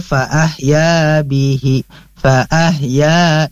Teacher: di sini ada fata bertemu alif, maka harus diayun ya, atau diketuk 2 kali ketukan. Ini adalah matabi'i hukumnya.